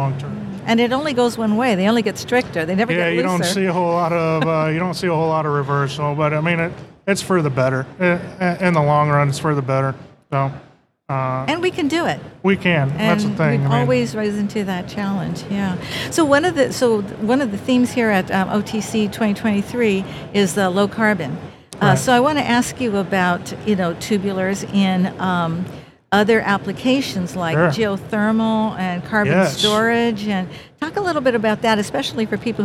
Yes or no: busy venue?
yes